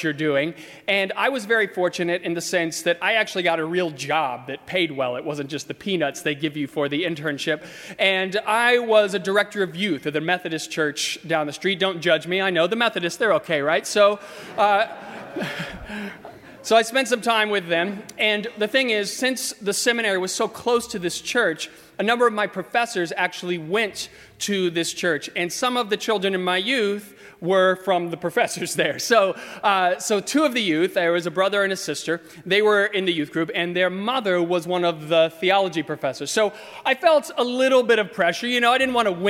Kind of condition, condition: setting, large echoing room